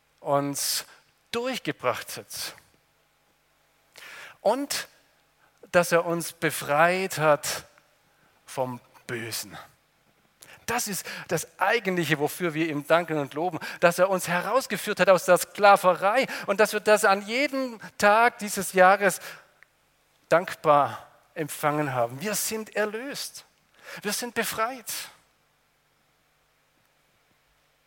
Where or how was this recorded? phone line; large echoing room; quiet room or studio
large echoing room